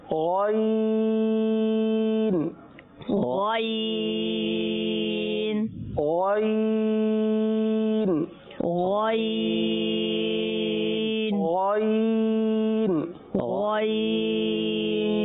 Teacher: یہ جو ادا ہوگا حلق کے سب سے اوپر والے حصے سے ادا ہوگا